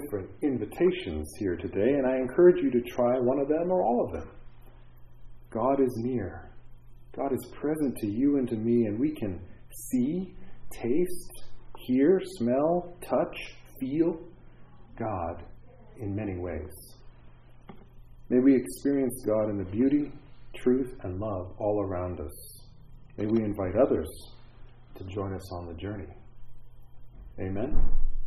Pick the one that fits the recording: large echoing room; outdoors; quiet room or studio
large echoing room